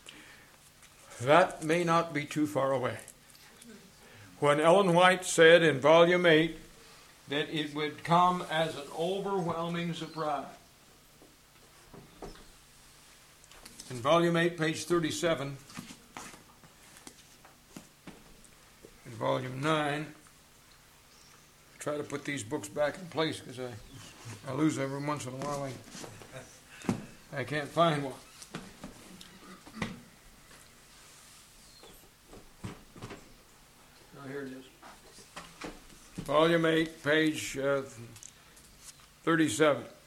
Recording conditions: large echoing room